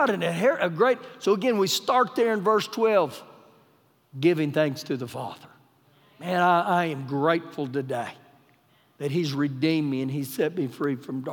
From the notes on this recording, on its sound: Recorded live during our Sunday morning service